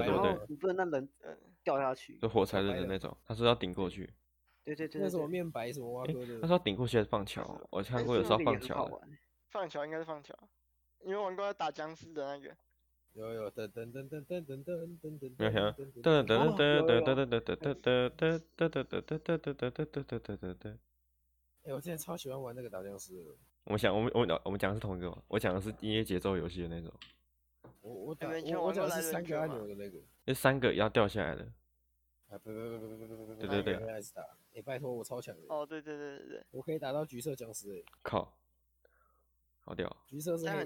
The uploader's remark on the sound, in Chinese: 音質甚麼的就沒再管了